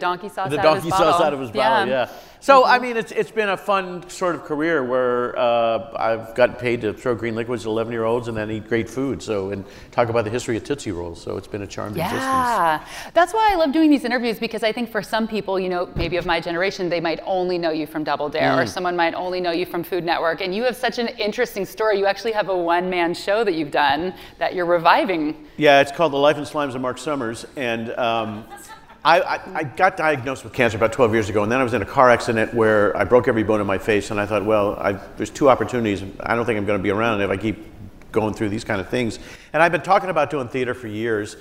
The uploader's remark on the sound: on stage at Seattle's Crosscut Ideas Festival